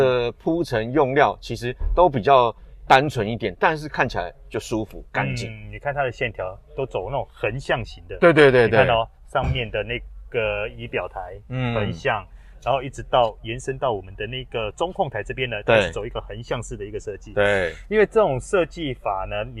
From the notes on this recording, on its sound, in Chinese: 大改款Honda Fit是在貴三小？實車現場邊看邊說給你聽！